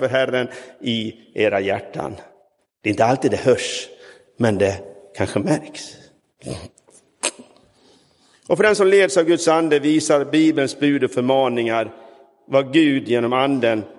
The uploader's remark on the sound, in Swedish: Inspelad i Roseniuskyrkan den 21 maj 2023.